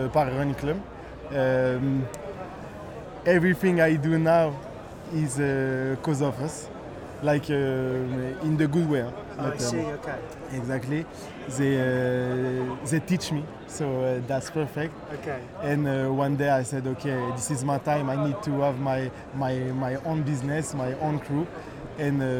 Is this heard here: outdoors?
yes